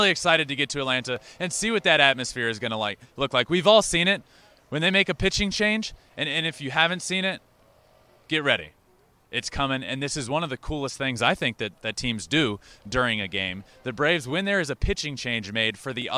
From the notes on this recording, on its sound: LIVE from Minute Maid park following Game 2 of the World Series